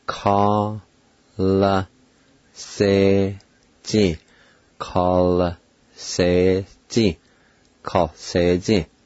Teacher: The I with the L will be silent in this word.